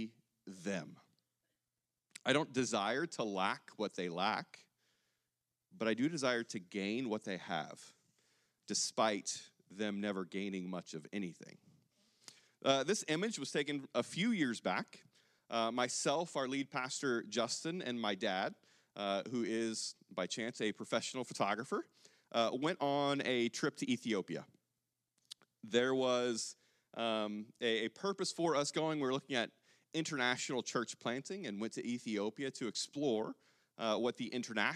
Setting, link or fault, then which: setting, large echoing room